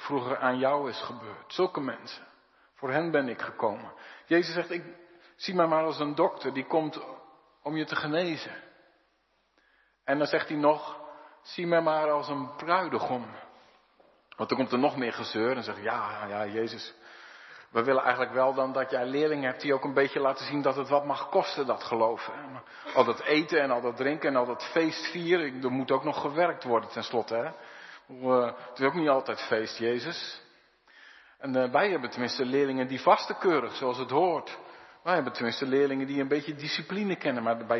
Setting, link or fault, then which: setting, large echoing room